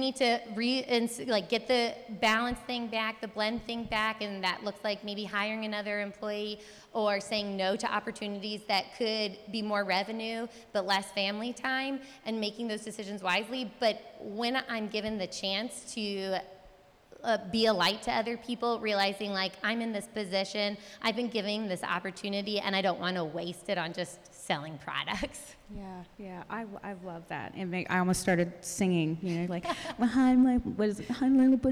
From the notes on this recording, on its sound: Listen in on our first live-recorded podcast. At our Summer Mama Mixer for their interviews in front of a live audience.